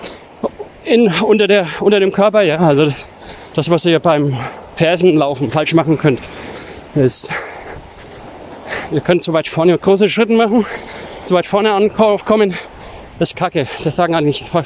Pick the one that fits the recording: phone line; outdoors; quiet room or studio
outdoors